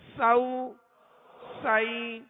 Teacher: سین کو سختی کے ساتھ سیٹی کی آواز میں پڑھیں گے